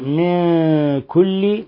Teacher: نون ساكنة جاء بعد حرف الكاف، الحكم التجويدي إخفاء حقيقي